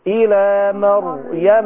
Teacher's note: الميم مرققة صح؟ والراء مفخمة